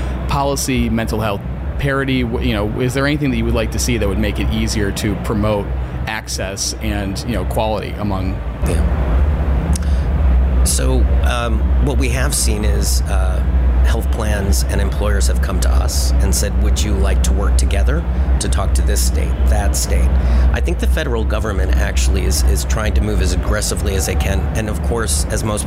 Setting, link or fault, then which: setting, busy venue